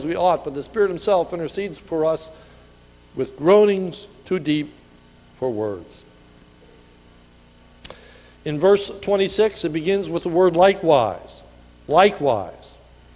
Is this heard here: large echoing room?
yes